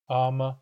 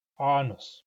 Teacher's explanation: Ama has a glottal stop. Anus has a pharyngeal stop.